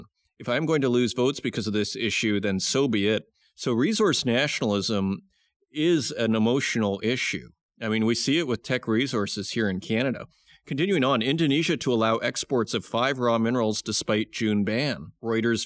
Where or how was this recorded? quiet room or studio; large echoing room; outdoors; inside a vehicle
quiet room or studio